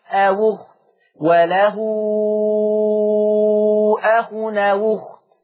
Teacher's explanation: هننقل ضمة الهمزة إلى الواو · Term: النقل